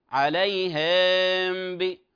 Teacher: ما قبل الميم الساكنة فيتولد منه حرف فيصبح لحنا جليا، فبعضهم يقول إيش؟ عليهم ب فأشبع الكسرة بحيث أصبحت الكسرة ماذا؟ أصبحت حرف ياء، وهذا لحن جلي يخل بأصل القراءة.